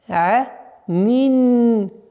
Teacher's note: Нужно четко, ясно договаривать огласовку кесра под буквой нун, чтобы этот звук не уходил в звук э